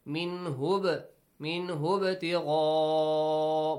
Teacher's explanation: If you join, ba has to produce a bouncing sound. Also, hamza will be skipped.